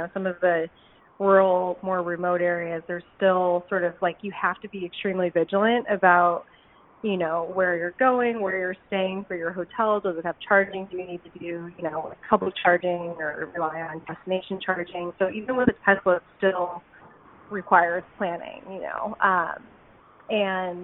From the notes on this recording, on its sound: While they were putting the car through its paces, they hopped on the phone